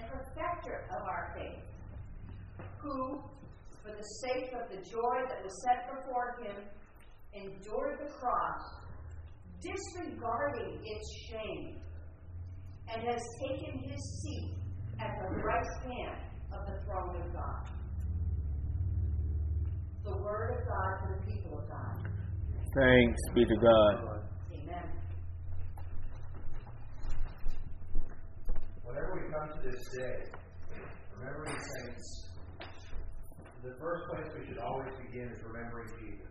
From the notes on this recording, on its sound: Recording of the church service of the Enfield United Methodist Church November 6, 2022